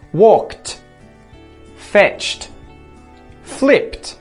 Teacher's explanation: we put a T sound, a T, on the end, if the end of the word is a consonant that isn't voiced, no vibrations